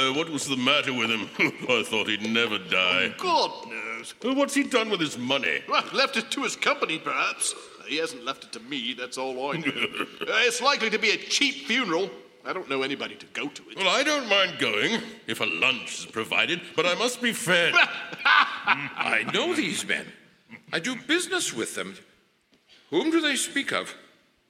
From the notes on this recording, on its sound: Re-Imagined Radio's 2015's live performance by the Willamette Radio Workshop at Kiggins Theatre in downtown Vancouver, Washington.